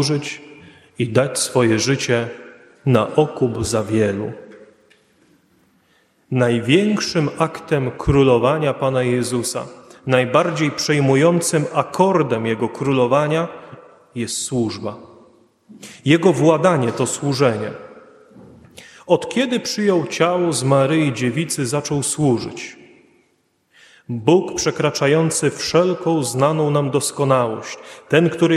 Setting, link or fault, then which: setting, large echoing room